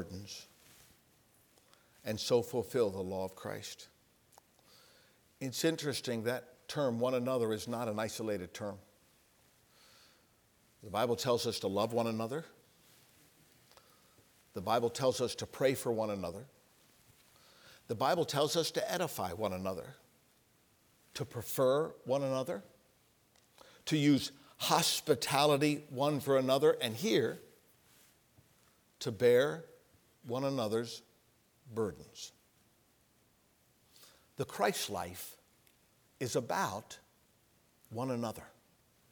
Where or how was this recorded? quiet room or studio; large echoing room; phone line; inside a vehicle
large echoing room